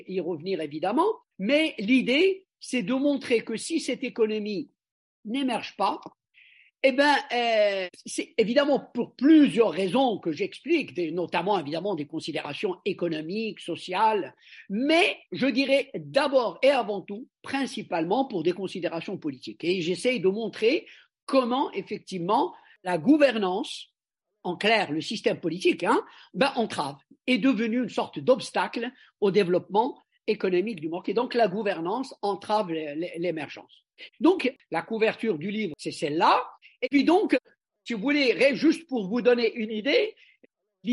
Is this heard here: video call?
yes